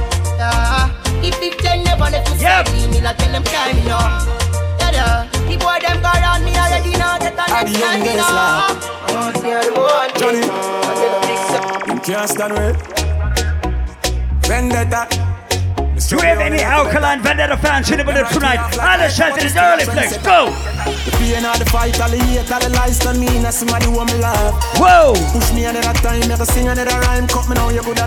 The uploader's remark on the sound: Live audio recording of my set at Island Saturdays on Oct 8th.